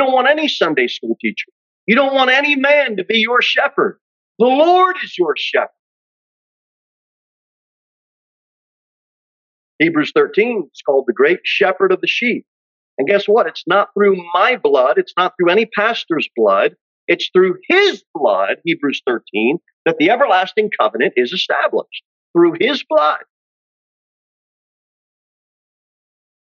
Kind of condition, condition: setting, large echoing room